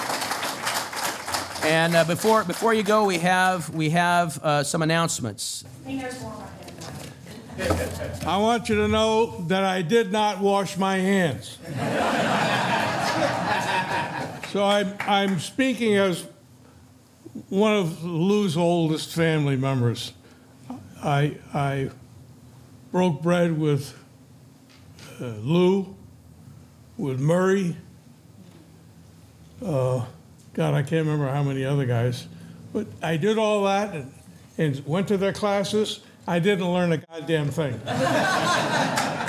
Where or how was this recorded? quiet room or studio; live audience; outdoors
live audience